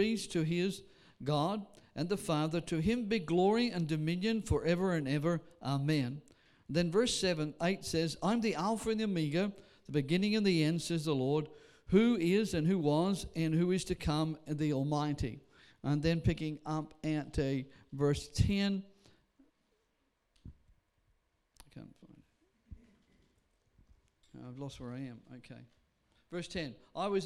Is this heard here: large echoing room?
yes